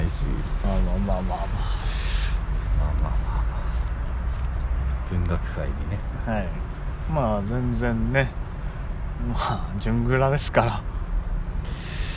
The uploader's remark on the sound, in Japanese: 23時の新宿中央公園から公開収録でお届けします。耳をすませばスケボー少年の軽快な滑りが微かに聞こえてくるはず。都庁の目の前で。